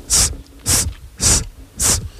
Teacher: Hingegen ein S zum Beispiel, S, das hört sich immer gleich an, auch wenn ich mir die Nase zuhalte. Weil es wird einfach woanders im Mund gebildet.